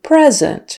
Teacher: The noun is present, with the syllable stress on the first syllable and with a short E.